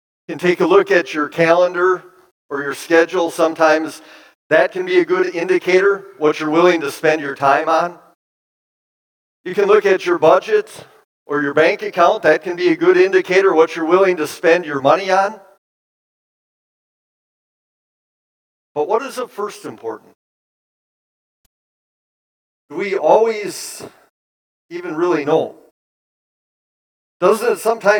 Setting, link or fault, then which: setting, large echoing room